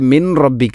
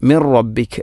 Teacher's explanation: ഇനി മിൻ റബ്ബിക്ക്, ഇവിടെ മിൻ റബ്ബിക്ക അല്ല, മിർ റബ്ബിക് എന്നാണ് പറയേണ്ടത്. സുക്കൂനുള്ള നൂനിന് ശേഷം റാ വന്നാൽ ഇദ്ഗാം ബിലാഗുന്ന, അവിടെ മണിക്കാതെ നൂനിനെ റായിലേക്ക് കൂട്ടിലയിപ്പിക്കണം · Shown in: second take